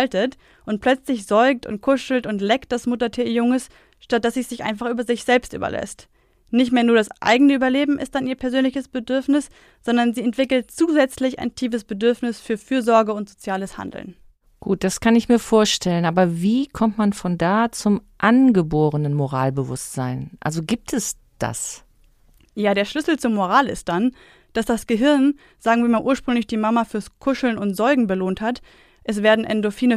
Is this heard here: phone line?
no